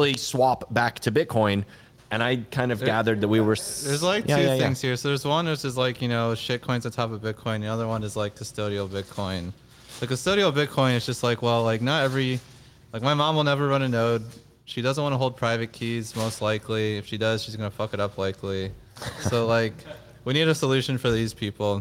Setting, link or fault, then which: setting, live audience